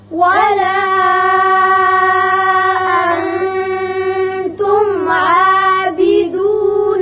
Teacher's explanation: انتم یہاں نون پر اخفاء ہوگا، آگے حروف اخفاء میں سے تا ہے. میم پر اظہار ہوگا.